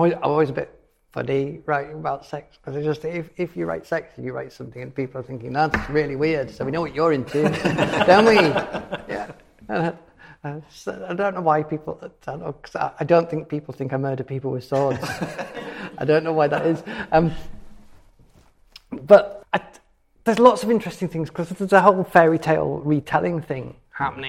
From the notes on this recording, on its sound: This episode was recorded live at Cymera Festival in Edinburgh.